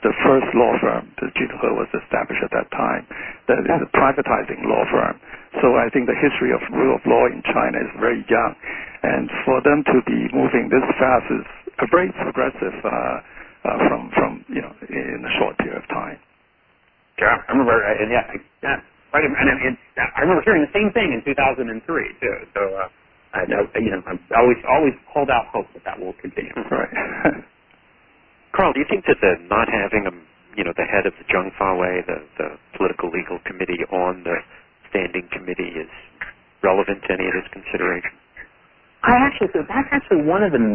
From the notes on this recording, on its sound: On-the-record teleconference. A question and answer session followed the speakers' remarks.